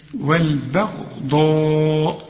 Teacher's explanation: الغين والضاد والألف كمان المد بتاعها هما المفخمين، إنما والبا مرقق. والبغضاء هنا الهمزة برضو طلعها مرققة، وبعدين انت عندك همزتين جنب بعض.